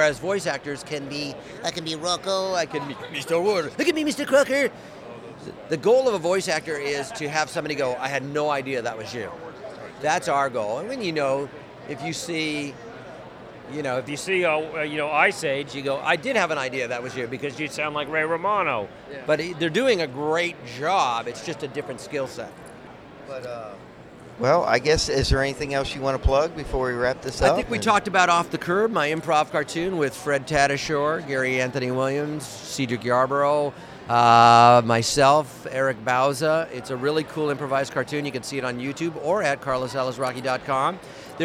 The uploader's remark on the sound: Interview at Lexington Comic Con 2017. This is the MediaMites podcast interview at Lexington Comic Con in Lexington Kentucky.